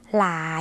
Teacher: เป็นเสียงขึ้นจมูกเหมือนในภาษาเหนือหรือภาษาอีสาน